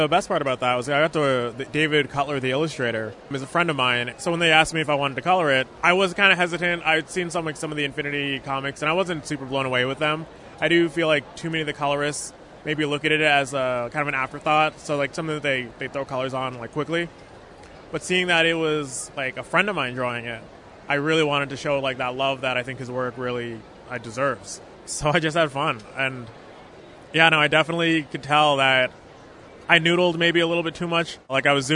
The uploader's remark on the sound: Recorded at Fan Expo Canada